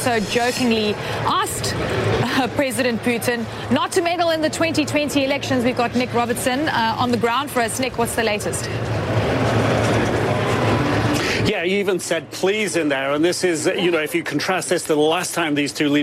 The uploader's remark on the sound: live from the New York Stock Exchange